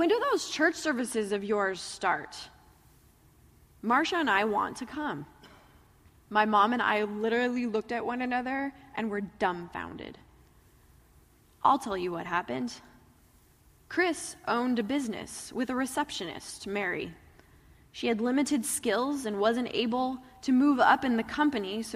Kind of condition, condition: setting, large echoing room